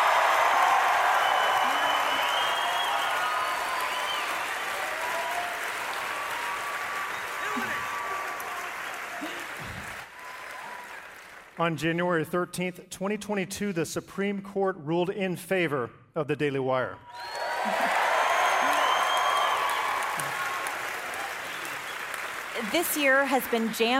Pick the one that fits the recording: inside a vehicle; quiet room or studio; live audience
live audience